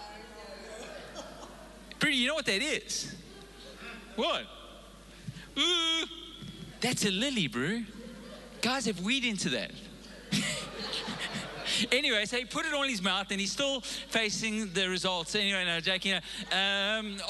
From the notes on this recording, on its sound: Recorded live on Sunday the 3rd April 2022